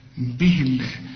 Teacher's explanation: مدام الهاء هنا مكسورة لفظ الجلالة نرققه